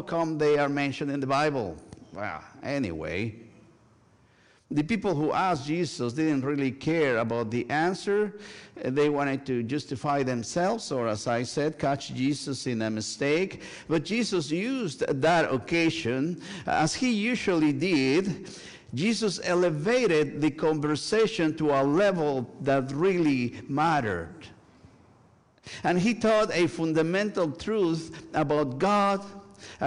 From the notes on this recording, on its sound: Sunday worship service at First United Methodist Church of Pacoima. Recorded live on November 5, 2023, this service. We are located at 12550 Van Nuys Blvd.